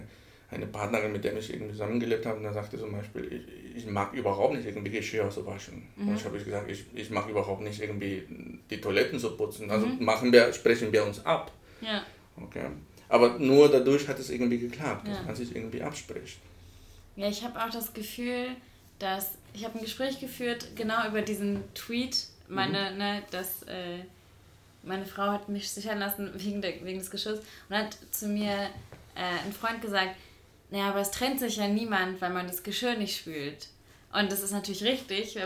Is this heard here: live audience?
no